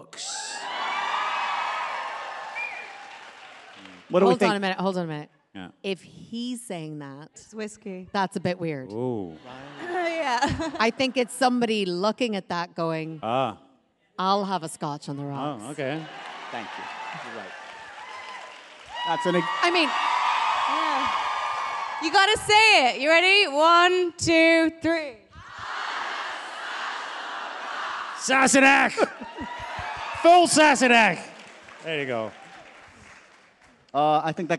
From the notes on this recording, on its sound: Get ready for a wild live taping of the podcast with the cast of OUTLANDER!